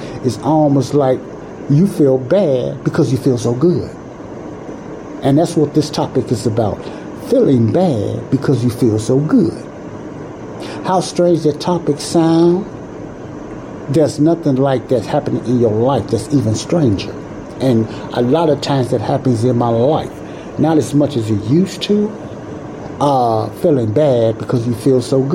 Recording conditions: background noise